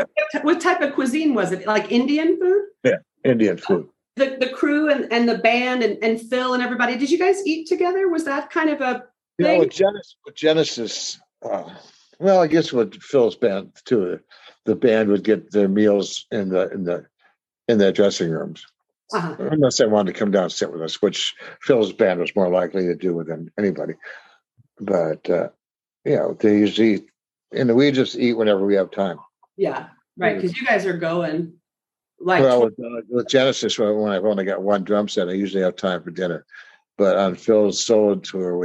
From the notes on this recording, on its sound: because I use Zoom to record